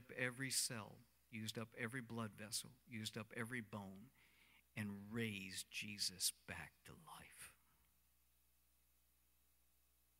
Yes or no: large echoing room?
yes